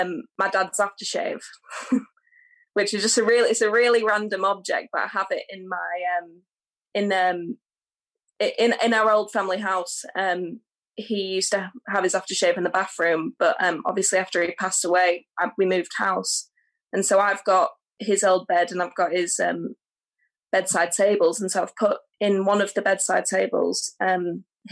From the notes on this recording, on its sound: Their first virtual get together during the coronavirus lockdown. Are joined by a small number of participants for this initial virtual gathering.